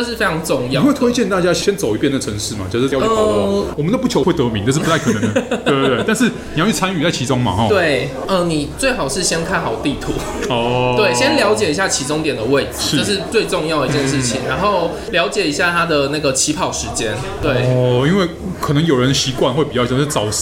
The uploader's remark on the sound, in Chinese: 本集白噪音指數：蚊風級 1/5。錄音地點： 齊客咖啡 The Gathering Cafe。